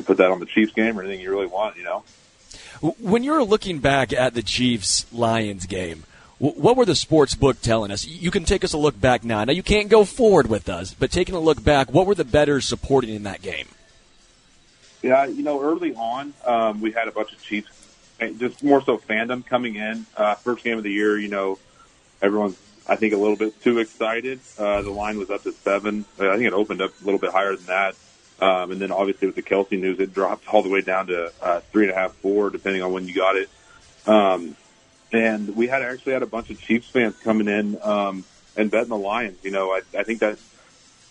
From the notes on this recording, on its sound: live from Hollywood Casino!